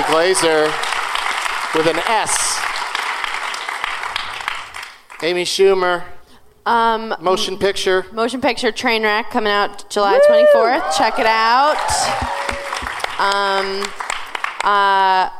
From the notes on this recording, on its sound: Live from the Gramercy Theater in NYC